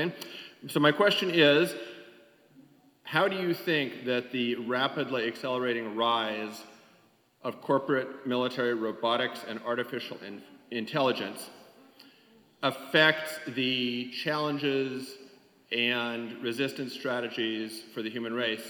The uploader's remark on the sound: Took place on January 9 at University Temple Church. It was presented by Town Hall Seattle and Washington Physicians for Social Responsibility.